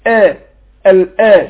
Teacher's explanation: الهمزة ناخد لنا نحققها بتخرج من اقصى الحلق